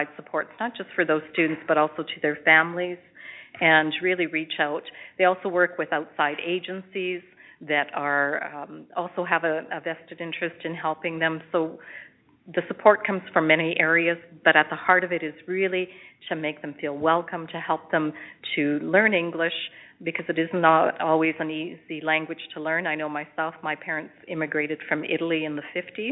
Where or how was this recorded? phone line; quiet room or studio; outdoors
phone line